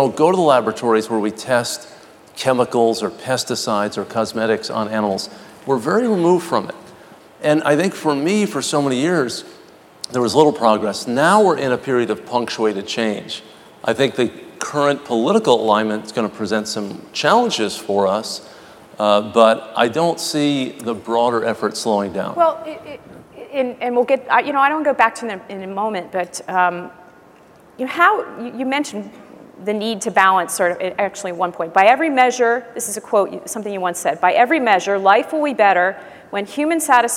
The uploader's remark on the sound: The best of live interviews from GreenBiz events.